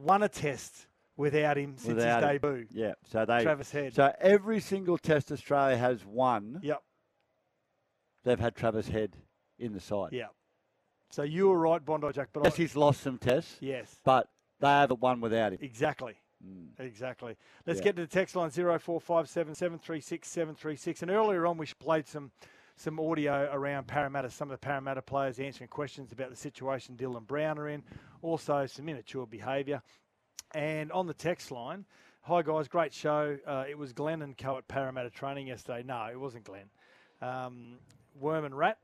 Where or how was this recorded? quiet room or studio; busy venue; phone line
busy venue